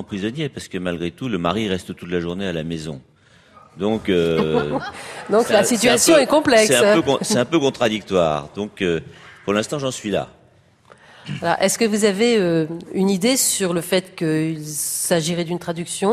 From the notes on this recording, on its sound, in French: Émission enregistrée en public à Beaubourg.